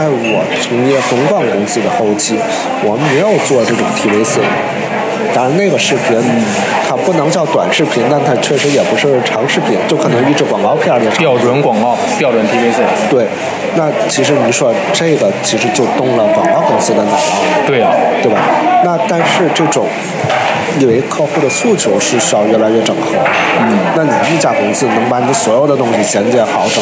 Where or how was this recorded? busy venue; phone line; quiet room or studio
busy venue